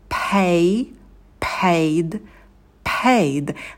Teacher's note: На звуке «п» добавляем придыхание. На дифтонге «a» держим оскал, рот открываем минимально, произносим дифтонг через улыбку, и в конце звук «д» не оглушается.